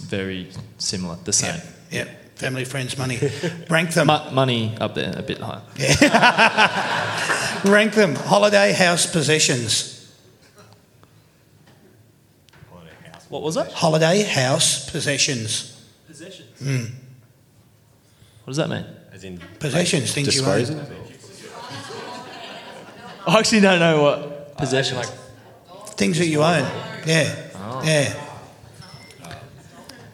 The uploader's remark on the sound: That's Good for Footy panel show LIVE from the Mulgrave Country Club In Wheelers Hill.